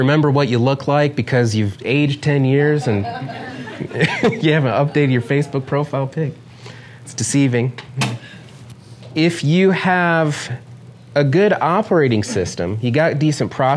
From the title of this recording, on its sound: Live In Phoenix